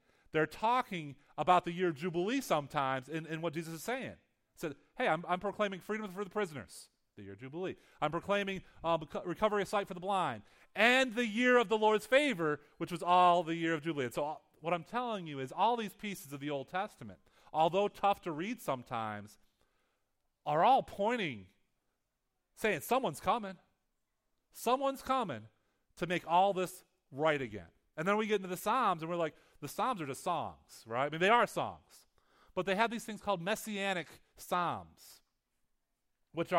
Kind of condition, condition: setting, large echoing room